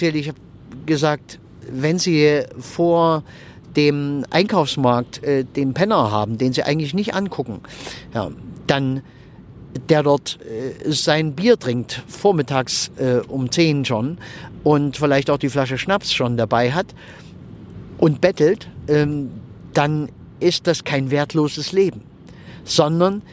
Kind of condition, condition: setting, inside a vehicle